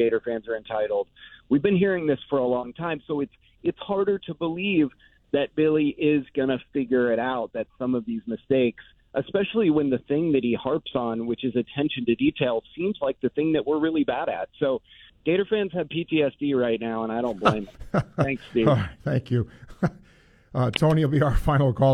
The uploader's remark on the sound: listeners called